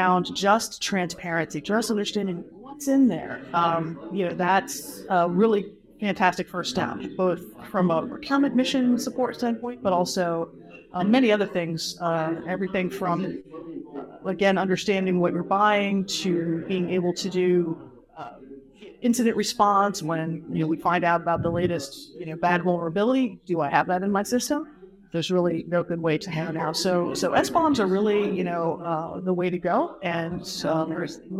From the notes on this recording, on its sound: A panel discussion recorded live at the ISA OT Cybersecurity Summit in Aberdeen, Scotland. Because this was recorded live from a conference, the audio quality varies a bit depending upon the speaker. Unfortunately we had to cut a few things out, as they just could not quite be understood.